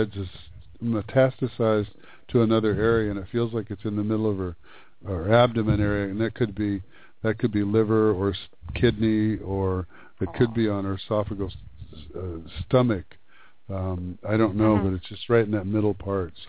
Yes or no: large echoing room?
no